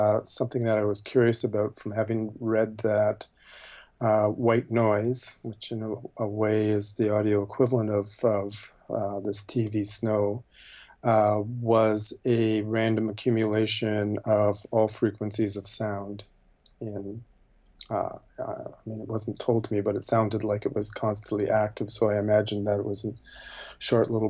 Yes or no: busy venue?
no